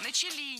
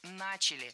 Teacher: Должно быть «начали». Ударение в этом слове падает на первый слог. · Shown in: second take